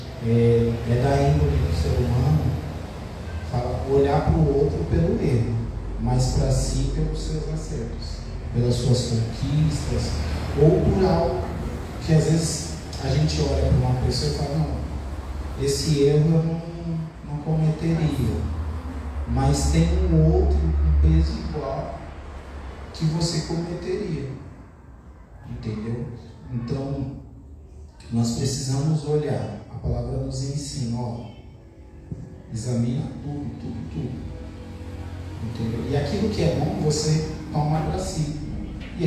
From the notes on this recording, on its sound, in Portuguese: Programa gravado no dia 27/01/2024 na Igreja Desfrutar do Amor de Deus em São Paulo.